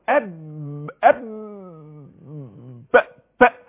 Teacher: نعم ما شاء الله، او النفس هيتحرك عادي، الشفتين هيتقفلوا اب اهو، هيحصل انفجار نتيجة حبس الصوت وحبس النفس · Term: حرف الباء